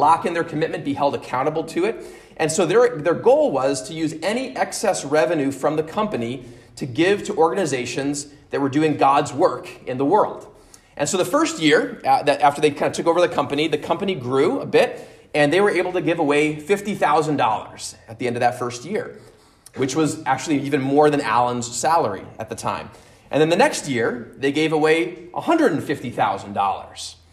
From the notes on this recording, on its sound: at Immanuel Lutheran Church in Pasadena, CA